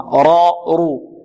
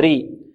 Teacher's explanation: الراء المفتوحة والمضمومة مفخمة، راء رو، والمكسورة مرقة ري.